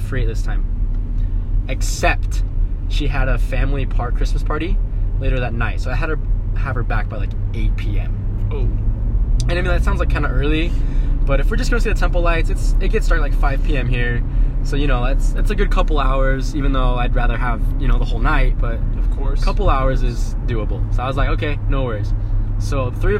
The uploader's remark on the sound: We literally did our first two podcasts in the car so excuse the horrible audio quality